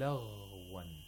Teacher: ghain is a letter of rakhawa, and you have to pronounce it with weakness.